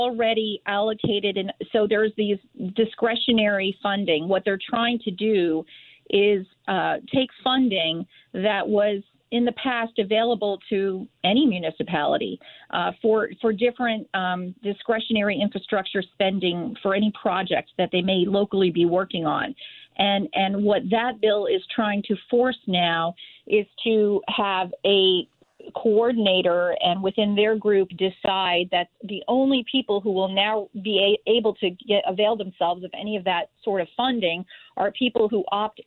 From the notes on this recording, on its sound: call into The Lisa Wexler Show